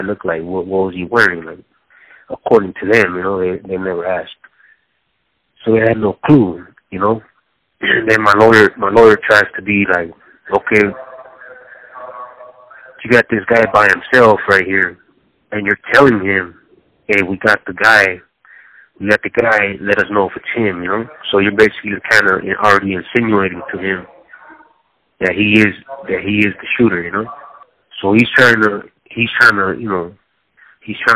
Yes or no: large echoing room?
no